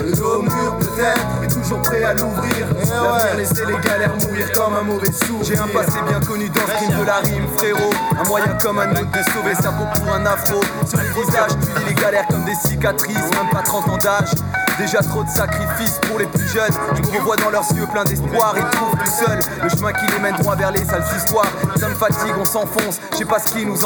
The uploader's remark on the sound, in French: Replay d'une table ronde réalisée en direct au Marché Off Place Grimmeissein le samedi 25 novembre